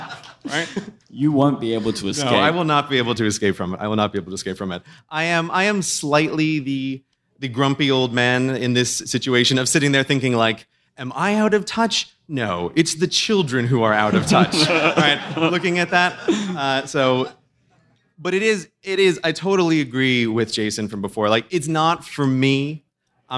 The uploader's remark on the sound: The Relay FM family comes together in San Francisco to discuss the WWDC announcements in front of a live audience.